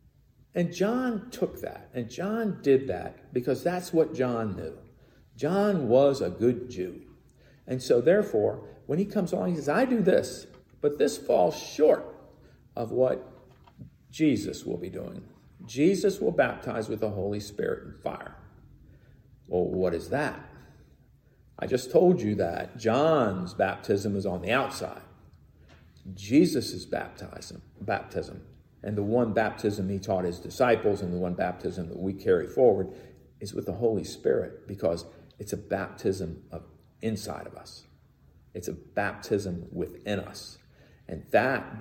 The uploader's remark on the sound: Recorded in the sanctuary of MPPC.